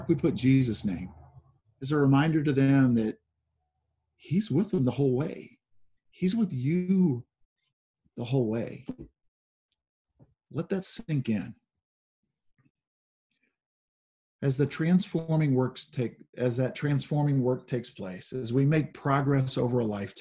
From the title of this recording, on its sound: Zoom Sunday